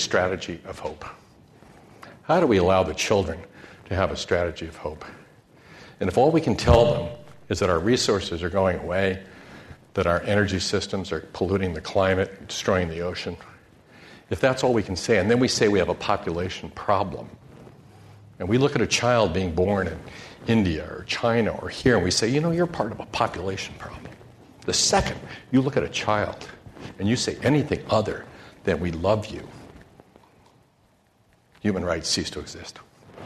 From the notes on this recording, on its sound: This program was recorded in front of a live audience at The Commonwealth Club in San Francisco on September 7, 2010